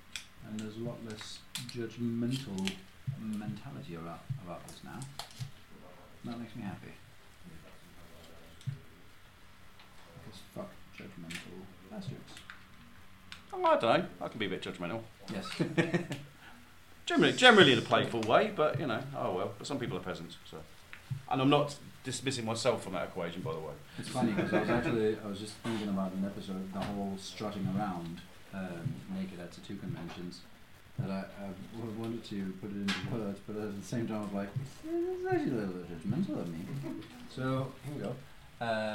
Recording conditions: poor sound quality